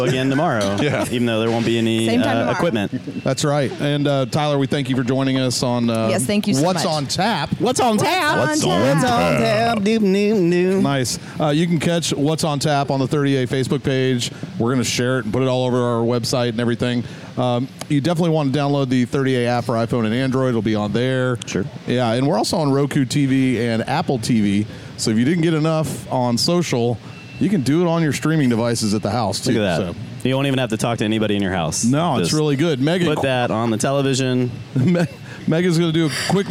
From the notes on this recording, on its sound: live from the Grayton Beer Company Tap Room